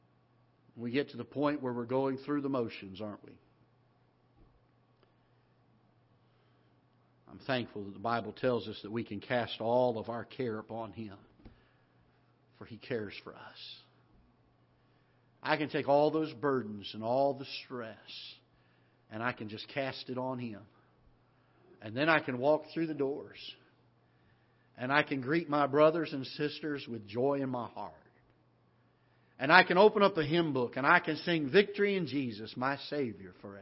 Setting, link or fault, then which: setting, large echoing room